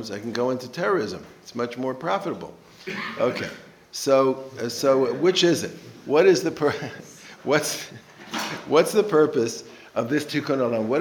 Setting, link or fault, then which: setting, live audience